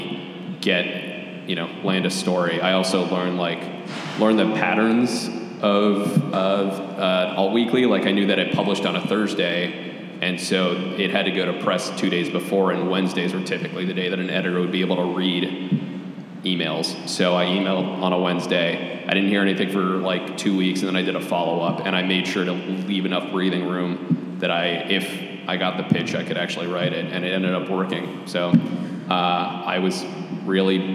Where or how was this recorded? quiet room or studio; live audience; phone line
live audience